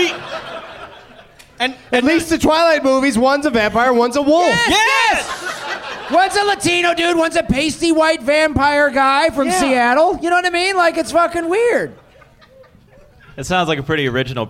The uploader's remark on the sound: Live from the Helium Comedy Club in Portland, OR